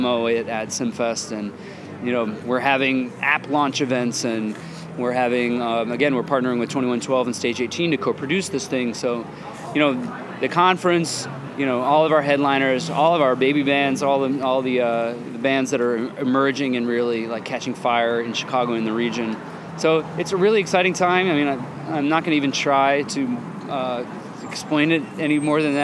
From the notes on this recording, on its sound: Recorded at the ChicagoMade activation lounge at SXSW for Chicago Inno.